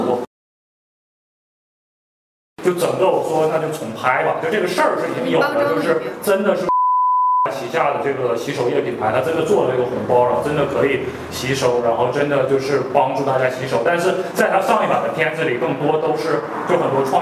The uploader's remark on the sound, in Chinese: 天很冷，录音很粗糙